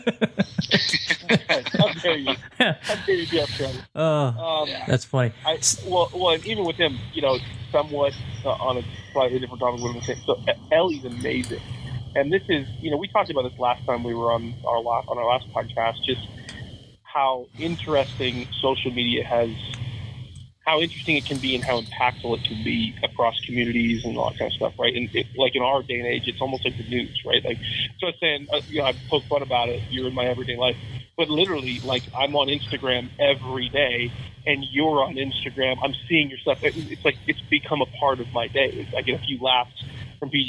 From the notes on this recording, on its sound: hopped on the phone